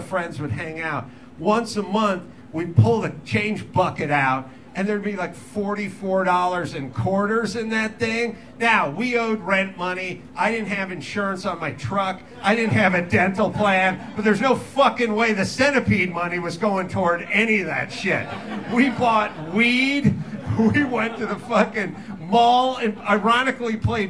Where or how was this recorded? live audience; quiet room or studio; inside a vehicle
live audience